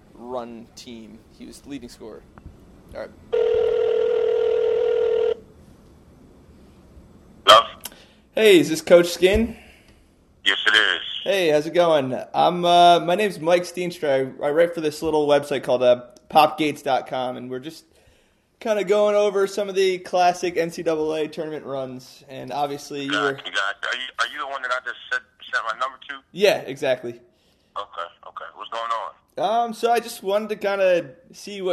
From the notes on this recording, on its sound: We talked on the phone and he told me all about it.